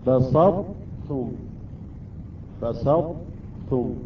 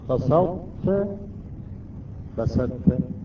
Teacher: إذن الطاء لا تحذف بالكامل مع التاء، أصبح إدغام الطاء بالتاء، ولكن الطاء لا تحذف، بقيت صفة الاستعلاء وصفة الإطباق. · Shown in: first take · Term: إدغام ناقص